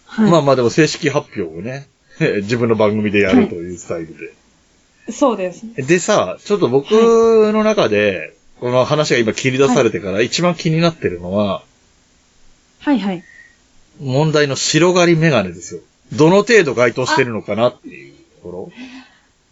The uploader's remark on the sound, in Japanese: 今回収録環境の影響で音質がよろしくありません、すみません。